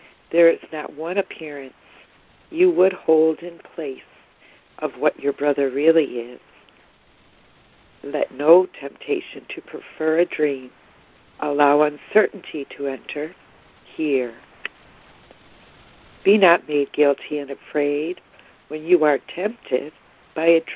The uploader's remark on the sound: ACIM Daily Conference Call